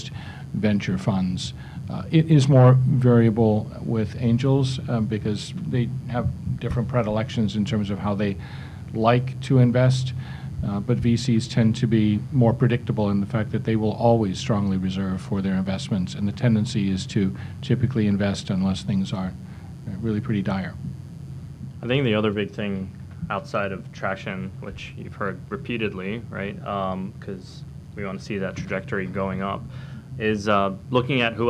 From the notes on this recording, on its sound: We recently attended the Hawaii Venture Capital Association’s "State of the Startup Investment Industry in Hawaii" Luncheon, where a distinguished panel discussed.